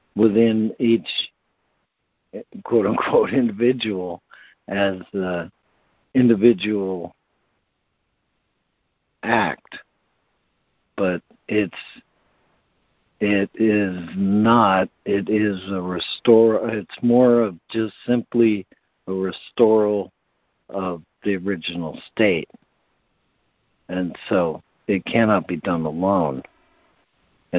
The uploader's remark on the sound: ACIM Daily Conference Call.